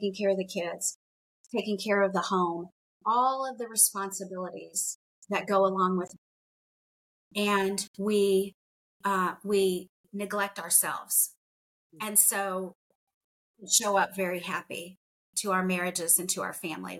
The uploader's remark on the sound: I encountered challenges with my video conferencing app, leading to frequent crashes during recording. If you noticed any delays in my responses, it was a result of these technical issues.